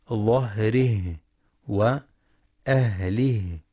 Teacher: وينتبه لترقيق الهاء وهمسها في كلمتي ظهره وأهله